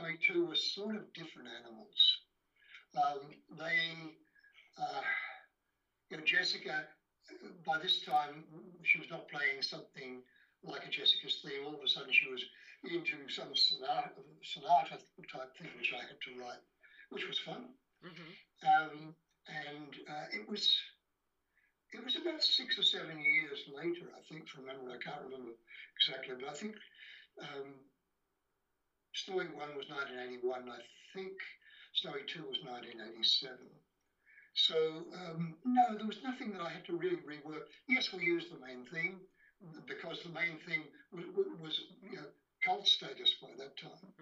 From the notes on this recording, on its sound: the audio may not be great